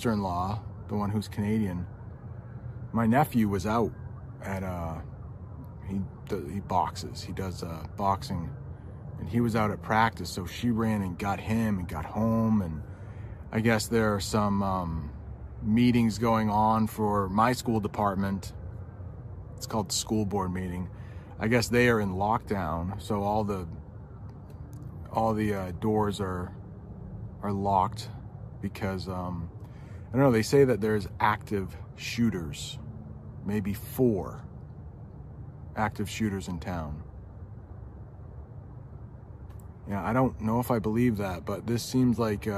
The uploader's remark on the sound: I'm outside of my house and there are sirens going on. I live in a town called Lewiston, Maine. The most sirens I've ever heard in my life, they've been going on for the last half hour. A lot of car horns going on right now.